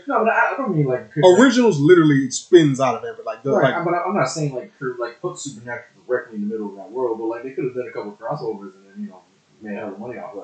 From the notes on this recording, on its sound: Slight Audio issues in this episode